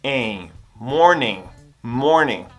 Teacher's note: Esse ing no final, você vai pronunciar como em.